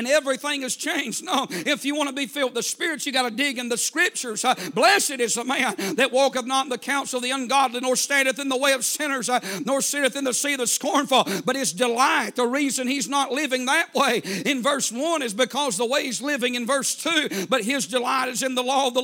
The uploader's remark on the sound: A sermon preached Wednesday Evening